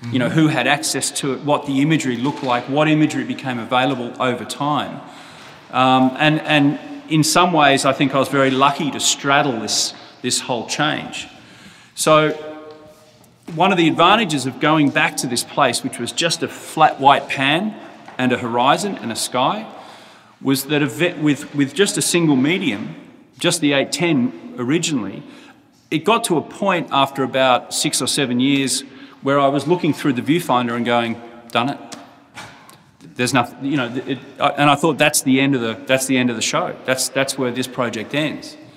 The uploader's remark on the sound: We took our mics to the Robert Mann Gallery , in New York. We took our mics to the Robert Mann Gallery , in New York.